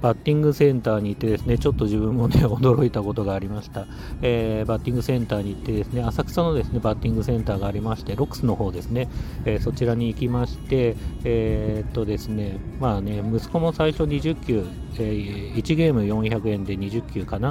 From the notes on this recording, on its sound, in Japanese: さっそくのルール破り！野球場から録音！？お昼に野球のグランドから録音。